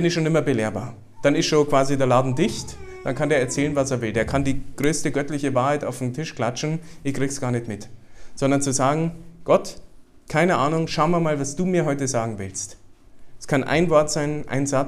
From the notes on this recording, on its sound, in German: Den Vortrag durfte ich beim Familien-Prayerfestival der JUGEND2000 halten.